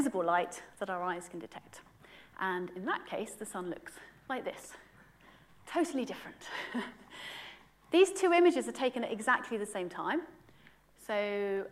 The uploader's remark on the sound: UCL Lunch Hour Lecture